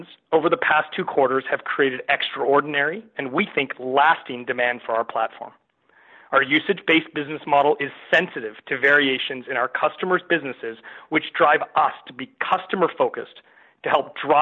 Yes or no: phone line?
yes